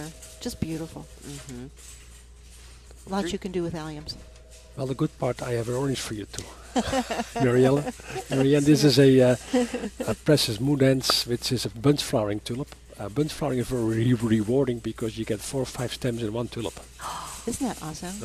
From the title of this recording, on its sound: live from Prairie Gardens